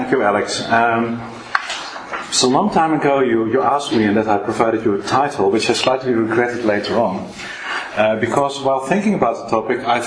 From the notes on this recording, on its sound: This podcast was recorded on Wednesday 7 March 2012 at the Oxford Department of International Development, University of Oxford.